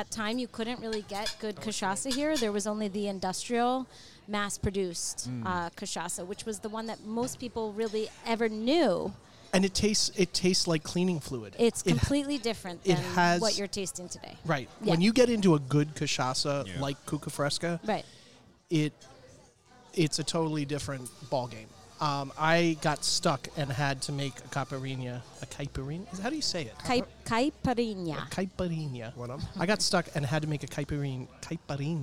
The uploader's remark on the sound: We're back recording at one of our favorite spots, Ibizia Kitchen in Chappaqua, NY. We're back recording at one of our favorite spots, Ibizia Kitchen in Chappaqua, NY.